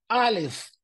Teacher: Y la letra Alef se pronuncia de la manera correcta, Alef, que viene desde adentro de la garganta.